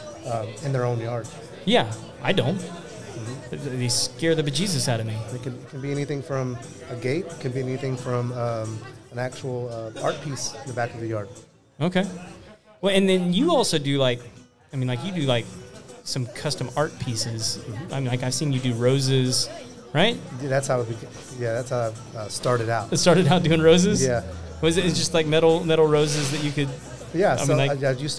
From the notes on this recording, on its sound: Live Networking Event at Baker Street Pub. At a live event in The Woodlands TX.